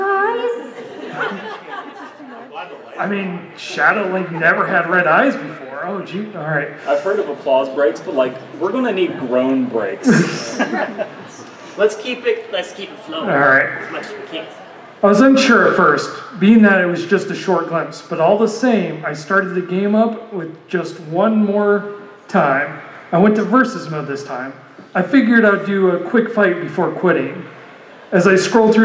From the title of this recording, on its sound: Live at Ohayocon